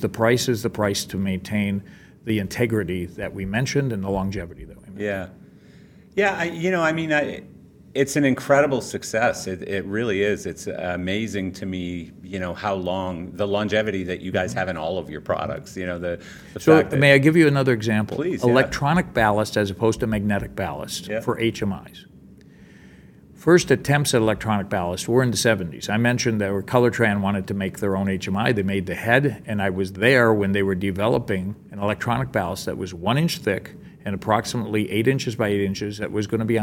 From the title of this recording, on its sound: Live from LDI